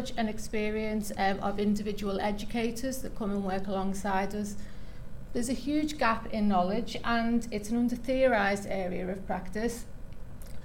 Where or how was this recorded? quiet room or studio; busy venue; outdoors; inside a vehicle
busy venue